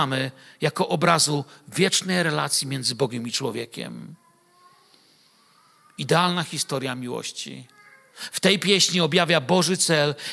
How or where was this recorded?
large echoing room